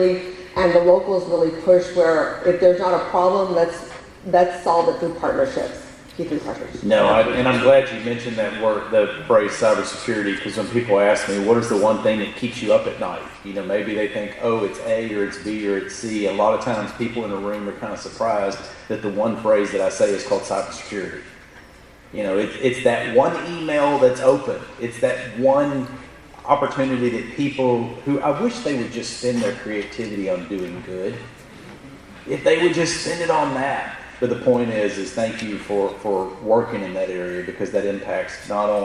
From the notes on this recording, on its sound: In Brownsville, Texas. Here is an audio recording of the Q&A session.